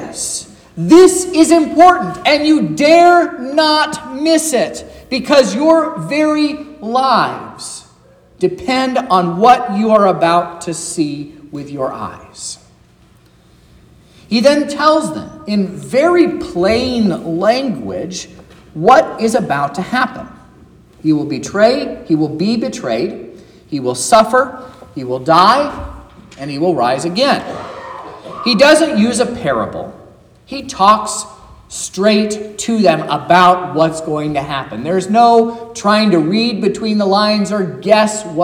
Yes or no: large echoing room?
yes